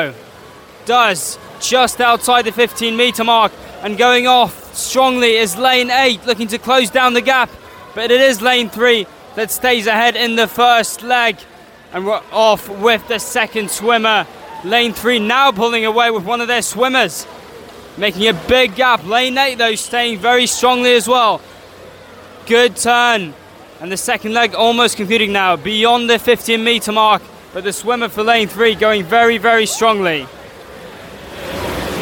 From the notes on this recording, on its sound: Welcome to St Sidwell's Point and welcome to live coverage of the Ultimate Swim Off - a Movember charity event involving six aquatic clubs: Swimming, Canoe, Surf, Waterpolo, Triathlon and Windiriding!